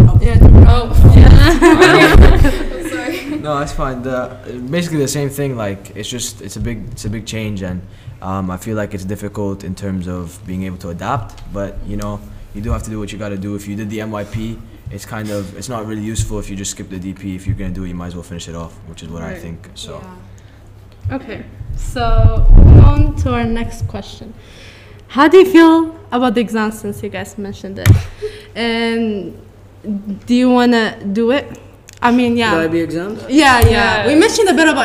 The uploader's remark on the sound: SORRY FOR THE MIC ISSUES.